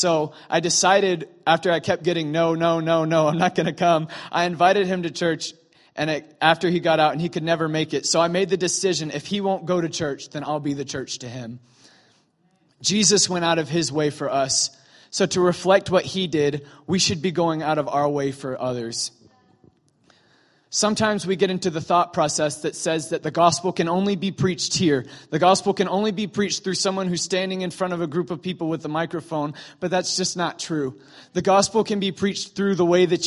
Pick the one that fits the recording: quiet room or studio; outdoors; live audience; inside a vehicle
live audience